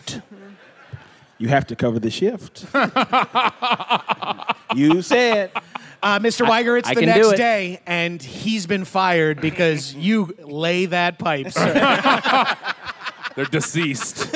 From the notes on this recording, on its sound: Recorded live at Foxwoods Resort Casino 5/6/22.